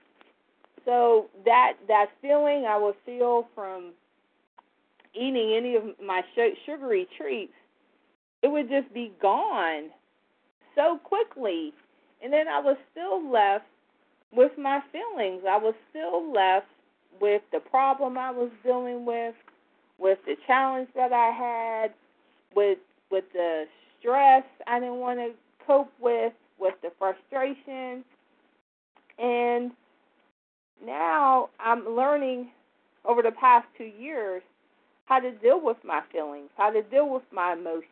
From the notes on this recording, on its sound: from the 100 Pounders Phone Meeting